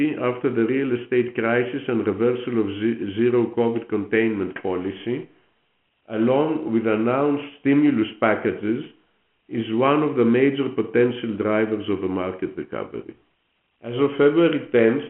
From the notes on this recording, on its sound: during the Company's Q4 2022 Earnings Conference Call